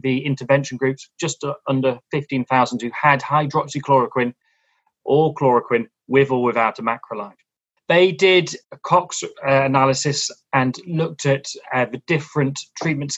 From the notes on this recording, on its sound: Podcast edited from a live webinar